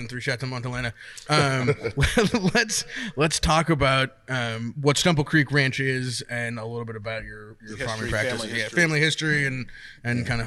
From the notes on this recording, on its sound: Annual Stemple Creek BBQ Classic. The only podcast to record at this soon to be famous event. The Stemple Creek Ranch, a certified organic ranch raising grass fed cattle, lambs and free range Berkshire cross pigs that are raised in a large grove of Eucalyptus trees.